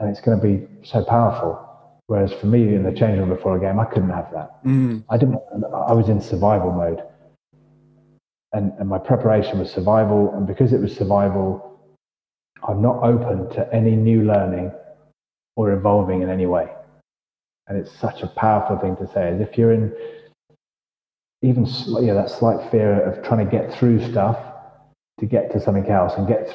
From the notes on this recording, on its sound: our audio is not the best, sorry!